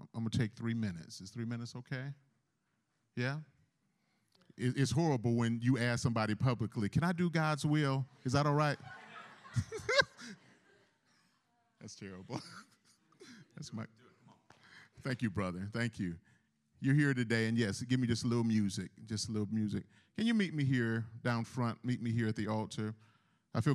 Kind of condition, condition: setting, large echoing room